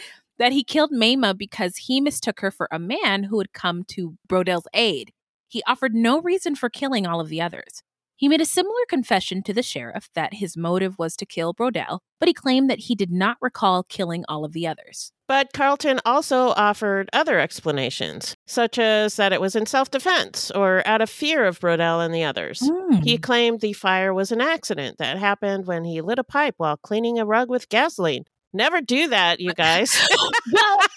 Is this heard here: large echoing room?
no